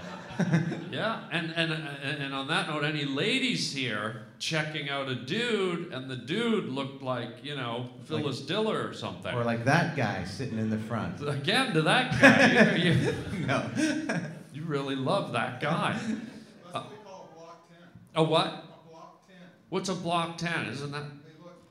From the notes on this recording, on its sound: LIVE in San Fran. Records his podcast in front of a live crowd in San Fran.